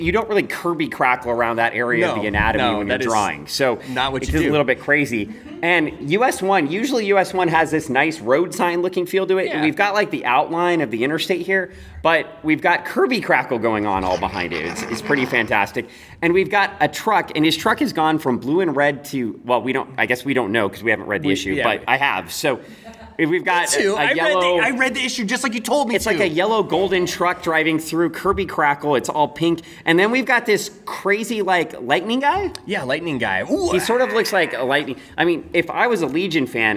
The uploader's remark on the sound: Live to tape from O Con Expo